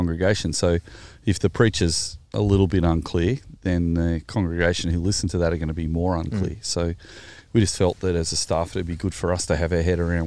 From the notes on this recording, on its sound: In the first ever episode outdoor AND not recorded in the Third Space Studio